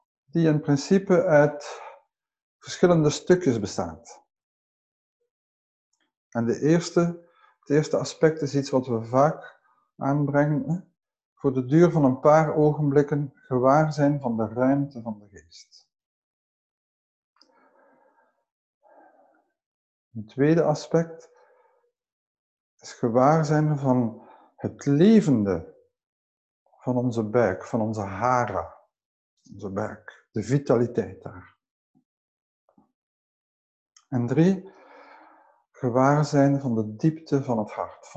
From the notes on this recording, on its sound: Teisho via zoom